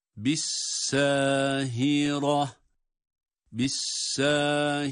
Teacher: bissa derken sin ince ve bir elif miktarı med. · Bu ha, boğazın ortasından çıkmayan ha olduğunu defalarca söyledik